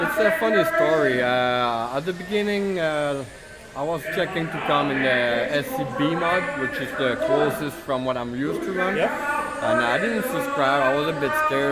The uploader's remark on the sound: Live from the RC Chili Bowl